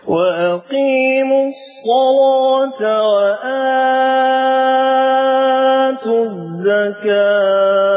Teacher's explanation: وهنا الصاد مفتوحة واللام مفتوحة فغلظت اللام لورش · Term: تغليظ اللام